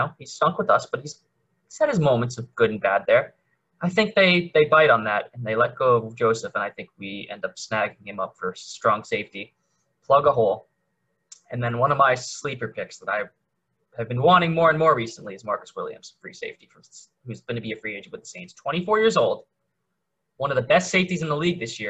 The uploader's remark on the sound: We also now record on zoom